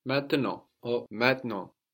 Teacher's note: we have the final T totally silent as well